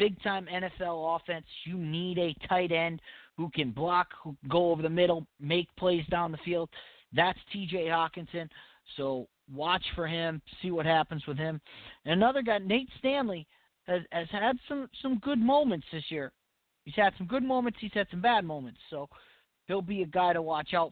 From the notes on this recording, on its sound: your phone calls